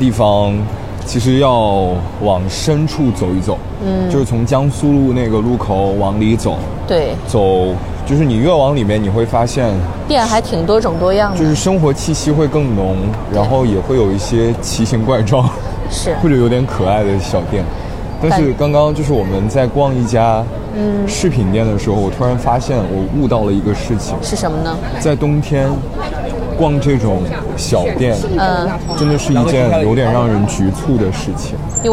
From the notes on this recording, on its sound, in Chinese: 上海漫游记。本期节目用到了边走边聊+录音间复盘的模式。